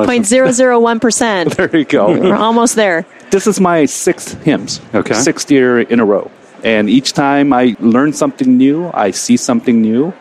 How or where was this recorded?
busy venue